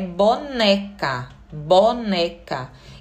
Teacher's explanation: o né é a sílaba tônica, ou seja, é a sílaba mais forte dessa palavra